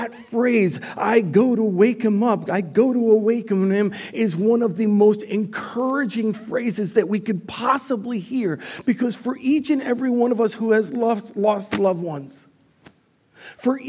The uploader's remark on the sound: Recorded live at Word of Life Church in Le Sueur, Minnesota. Powered by Restream (Bensound Royality Free background music).